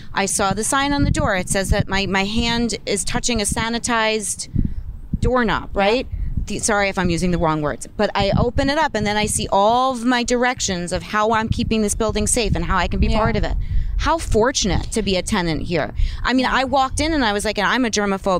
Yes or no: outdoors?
yes